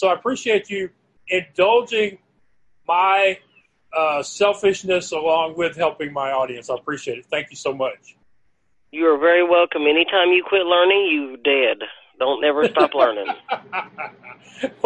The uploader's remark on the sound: Her laptop was damaged a few days before our interview. Instead of backing out she decided to call in on a phone line instead.